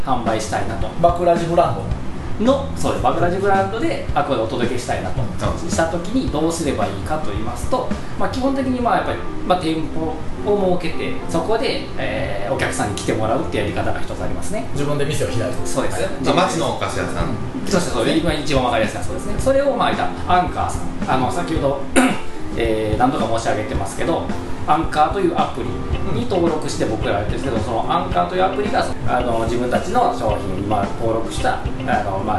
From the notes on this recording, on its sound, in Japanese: 前回までと同様にカラオケボックスでの収録のため音質が良くありません。